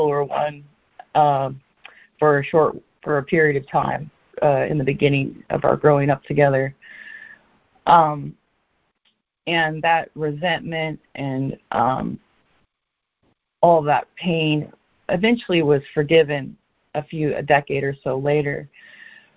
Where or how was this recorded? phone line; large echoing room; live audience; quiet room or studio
phone line